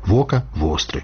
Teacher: Прыстаўны «в» перад «о» ведаюць беларуская і верхнялужыцкая мовы